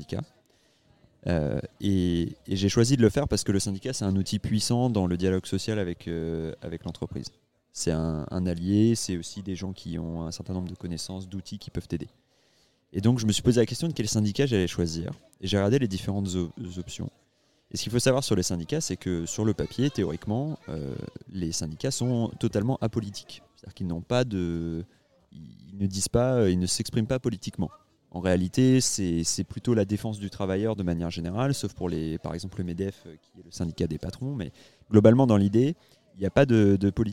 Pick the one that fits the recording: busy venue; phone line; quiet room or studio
busy venue